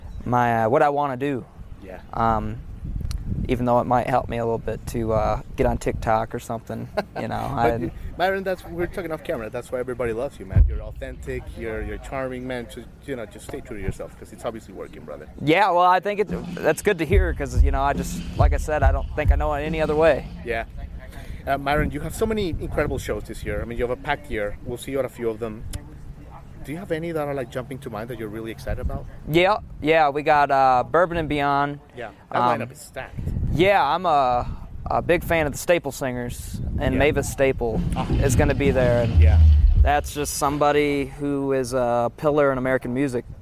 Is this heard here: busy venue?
yes